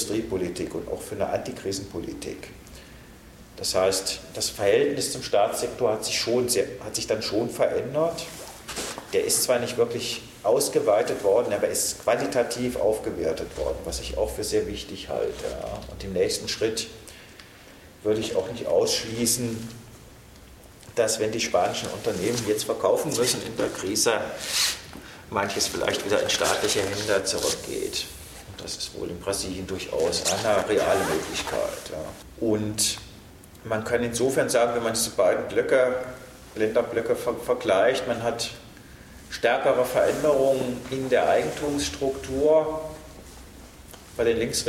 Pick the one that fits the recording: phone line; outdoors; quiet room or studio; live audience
live audience